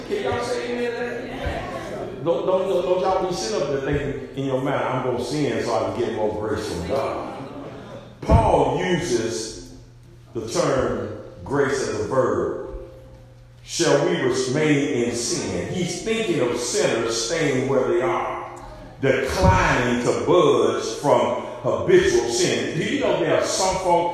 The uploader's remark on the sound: SERMON PREACHED AT Arlington Rd CHURCH OF CHRIST, HOPEWELL. VA.